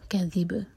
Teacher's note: یہاں پر ہم با پر رکیں گے تو اس کو ساکن کریں گے تو باؤنس کیا جائے گا، قلقلہ ہوگا